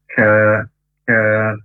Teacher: Ka, huruf kaf di pangkal lidah agak ke depan, hamas, overdesis, keluar nafas, ya.